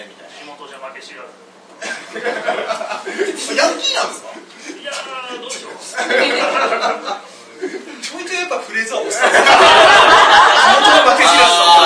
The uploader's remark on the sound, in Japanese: 公開収録ライブ